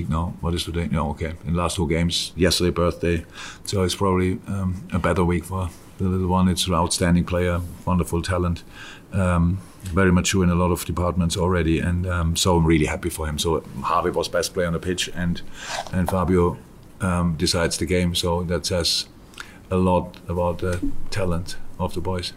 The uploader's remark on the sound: Post-Match Press Conference. At Anfield!